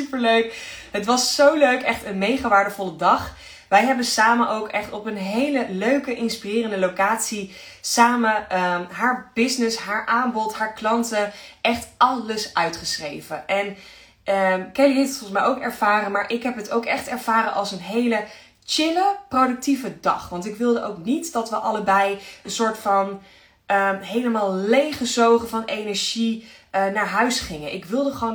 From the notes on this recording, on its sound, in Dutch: Insta live opname. Luister deze Insta live terug.